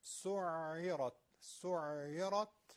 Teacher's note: حرف عینه که در کسره قرار گرفته ببینید چه کشی میاد به دیواره حلق کش میاد